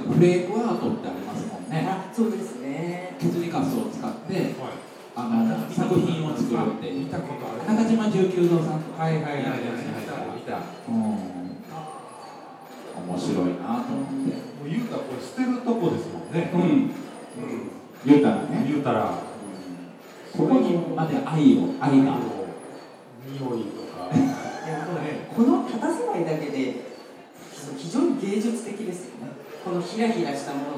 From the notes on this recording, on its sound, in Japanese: 今回も特別編として、2018年春に開催された、文具と紙と暮らし市での、ホジラジ公開収録の模様をお届けします。